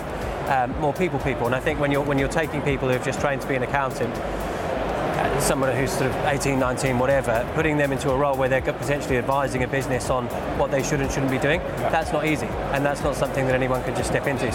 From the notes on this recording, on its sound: Live from Europe's Biggest Event 'Accountex'. Continues with a series of live interviews from Accountex 2022 in London recently. Enjoy the live buzz of the event!